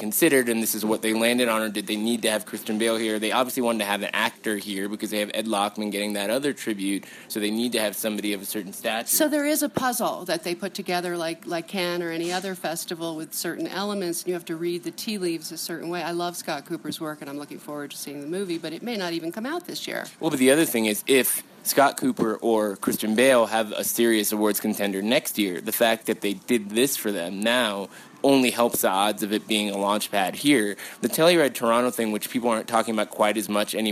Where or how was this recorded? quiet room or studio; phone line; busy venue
busy venue